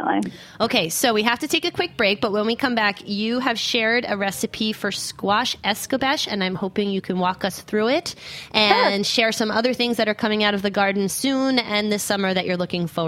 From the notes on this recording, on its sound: joined via phone